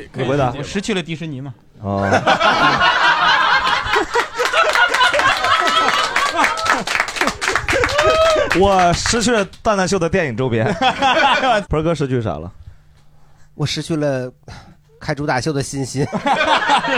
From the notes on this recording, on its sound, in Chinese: 这是一档由喜剧演员们和现场观众朋友们共同录制的播客节目